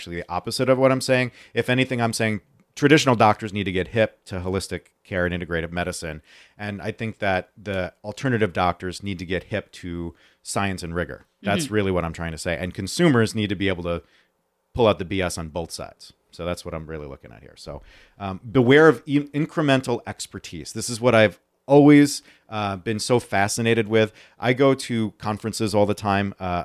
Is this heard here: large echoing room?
no